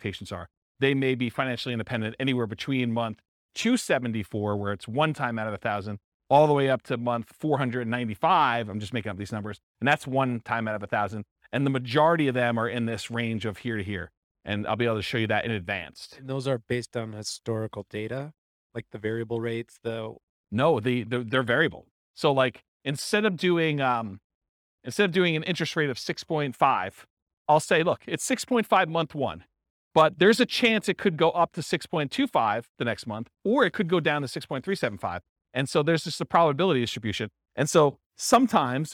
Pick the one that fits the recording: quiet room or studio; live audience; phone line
live audience